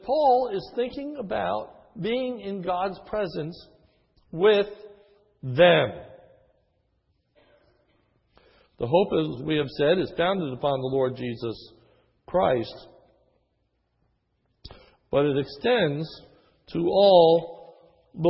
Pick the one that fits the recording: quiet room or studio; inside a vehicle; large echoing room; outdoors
large echoing room